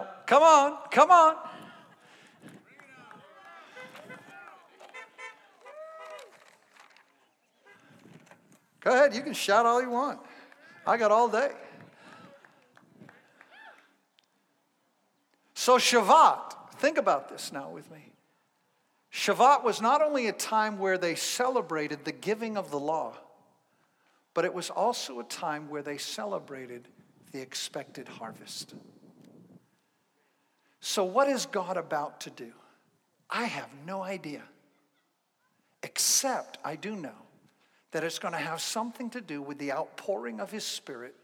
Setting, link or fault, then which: setting, outdoors